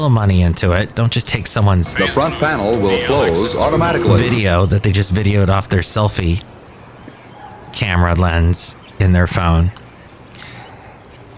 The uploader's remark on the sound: podcasts live from Café Anyway